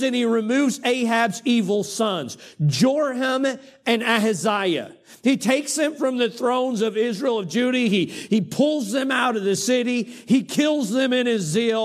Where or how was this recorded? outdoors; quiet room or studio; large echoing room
large echoing room